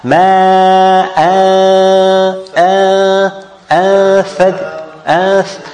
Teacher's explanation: when I pronounce the noon with the thajjaja, I put my tongue outside the mouth. It's like the tha.